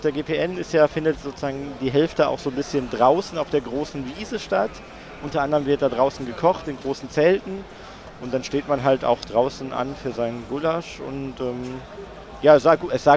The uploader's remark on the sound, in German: Interview auf der Gulasch Programmiernacht in Karlsruhe 2023. Über die GPN21 im ZKM in Karlsruhe.